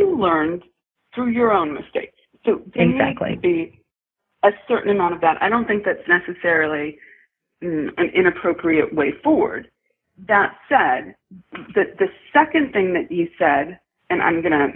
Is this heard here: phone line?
yes